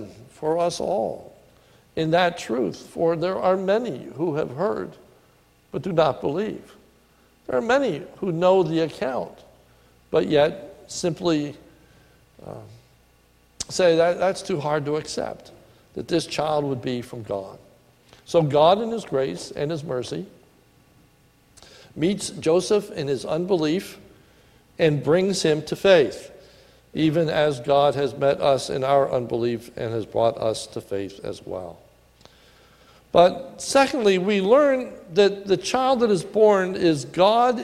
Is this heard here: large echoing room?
yes